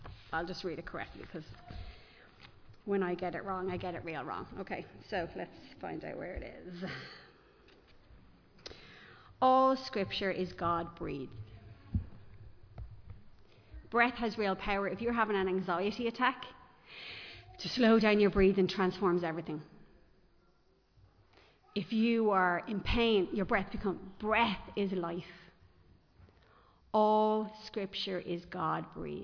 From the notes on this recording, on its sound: Recorded live in Liberty Church